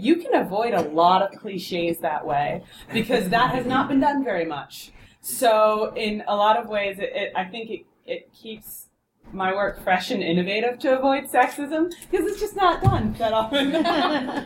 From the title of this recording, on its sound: Live From Balticon!